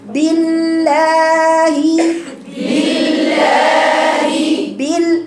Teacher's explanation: لام ساكنة رقيقة ثم لام أخرى، بالله بالله بال بقى لام ساكنة رقيقة، بالله بالله أقولها